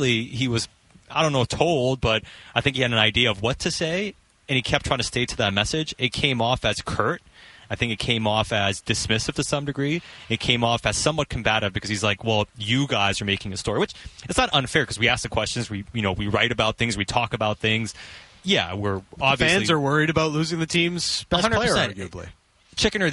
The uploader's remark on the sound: live from Canucks training camp in Victoria